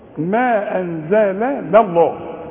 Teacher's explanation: انزل لا، ما انزل لله، اللام الاولى لازم ترقاها، ما قلتش ما انزل الله، 2 لام تخان، انت عندك واحدة تخينة بس اللي هي في اسم الجلال، اللام الاولى مرققة. ما انزل الله من الكتاب، اتعلمه برضو، شوف منا ها، من الكتاب، شوفوا لو بتقروا القرآن بحب وانتوا واخدين بالكم وصحيين معايا، والله ما هتقول ويشترونا.